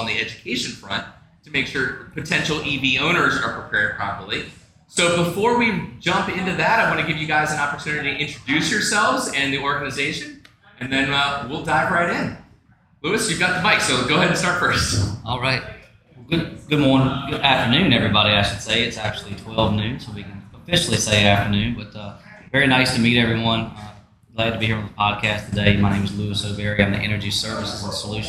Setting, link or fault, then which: setting, busy venue